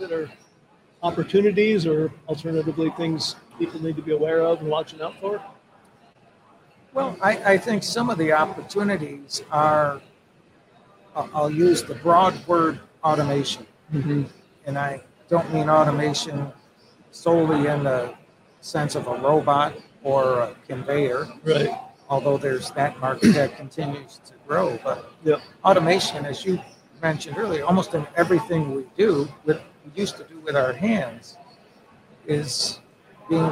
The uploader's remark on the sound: In the middle of the afternoon during our full day of livestreaming from the American Gear Manufacturers Association's Motion + Power Technology Expo at Huntington Place in Detroit.